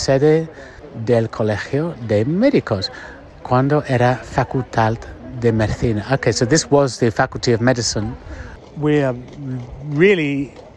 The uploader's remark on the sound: A beautiful spring evening wander down one of my favourite Madrid streets — Calle de Santa Isabel. We’ll be taking in the sights and sounds with stop-offs in El Cine Doré (Cinema and home to Spain’s national film archive), San Antón municipal market, El Amor de Díos Flamenco school, Bar Benteveo.